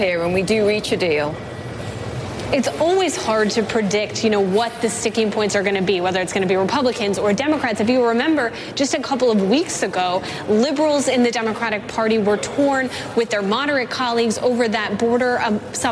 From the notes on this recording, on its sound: live from the New York Stock Exchange